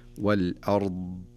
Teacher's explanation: ينبغي عليه أن يبين الاستطالة في الحرف، ويبين أيضا التفخيم في الحرف. فإذا أراد أن يقف على هذا الحرف يبين الاستطالة، يعني إذا أراد أن يوضحها أكثر يقف على حرف الضاد، وهو أفضل طرق التدريب على هذا مثل هذا الحرف أن يقف عليه ويبين الاستطالة، كأن يقول والأرض.